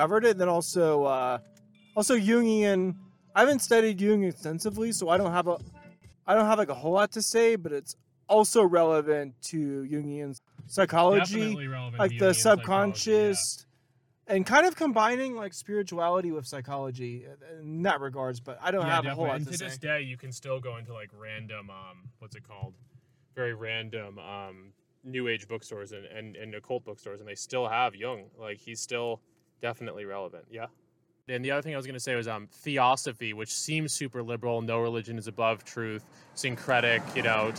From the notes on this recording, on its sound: Recorded on May 1st, 2022, on a trip through the backcountry of San Diego County , near Palomar Mountain. A field-recording. On a trip through the backcountry of San Diego County , near Palomar Mountain.